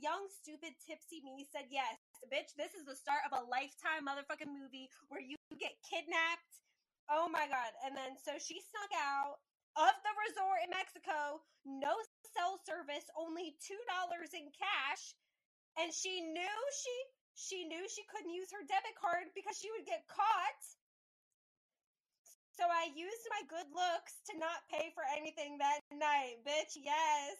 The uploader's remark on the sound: STICK WITH US, WE GET BETTER AND AUDIO GETS BETTER.